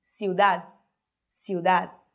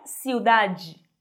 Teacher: Você faz a posição do de com a língua no final da palavra. · Shown in: first take